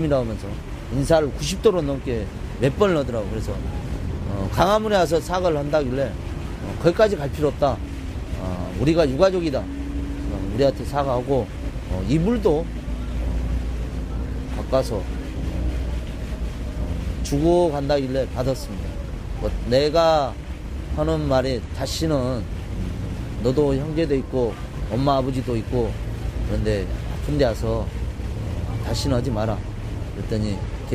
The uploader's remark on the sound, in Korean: 광화문 농성장에서 듣다